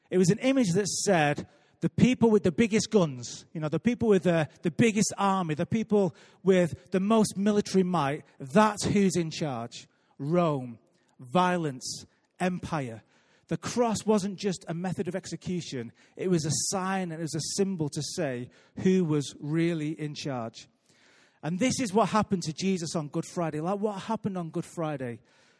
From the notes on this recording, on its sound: Recorded live at Life Church on Friday 30th March 2018.